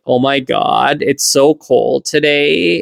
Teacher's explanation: when you make your voice drop really low, you get that valley girl kind of accent · Term: vocal fry